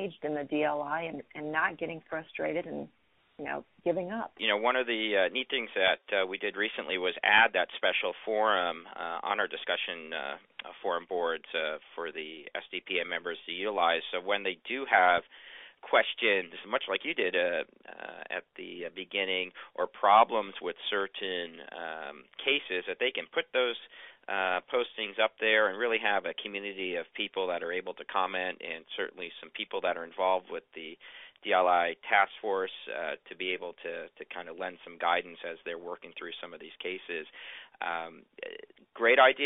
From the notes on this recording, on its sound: Phone Interview.